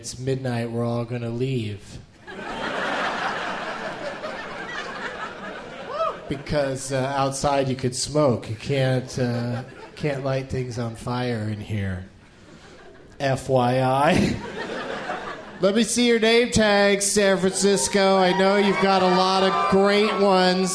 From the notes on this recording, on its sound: Live from Cobb's Comedy Club in San Francisco